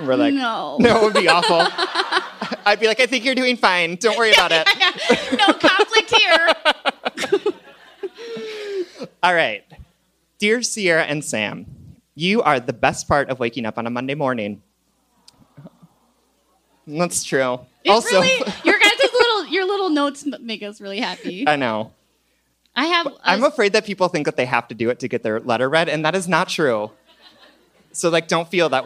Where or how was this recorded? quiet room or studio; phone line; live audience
live audience